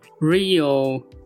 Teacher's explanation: Real 那个 L 它是一个暗 L，是个 darkL，就是这个地方你的舌头呢是要往下压，舌根是要往下压的